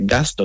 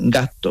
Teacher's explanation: La S se la quita y alargas la T. · Shown in: second take · Term: las geminadas